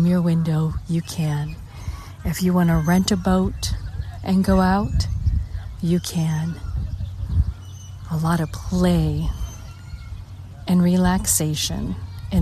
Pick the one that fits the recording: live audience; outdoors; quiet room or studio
outdoors